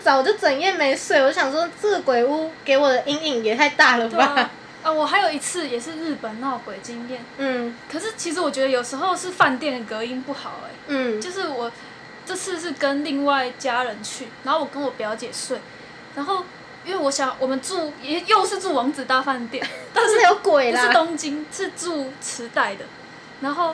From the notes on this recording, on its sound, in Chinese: 這集音質不好不要戴耳機聽。以後錄音連電風扇都不開就不會有噪音了。